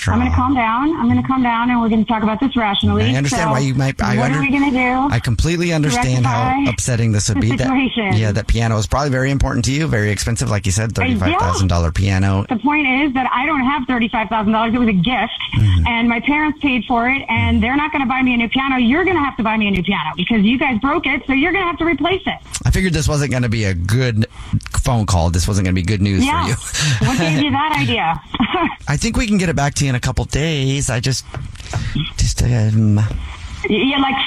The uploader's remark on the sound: phone prank style